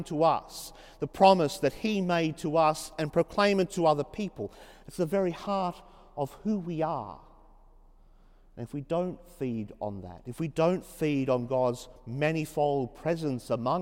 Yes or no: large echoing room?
yes